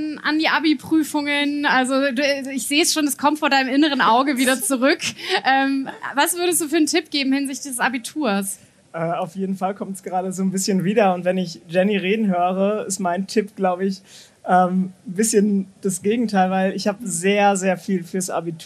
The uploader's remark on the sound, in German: LIVE in Mainz. In dieser LIVE-Aufzeichung vom Tag der offenen Uni in Mainz. Zentrum für audiovisuelle Produktion , Johannes Gutenberg-Universität Mainz.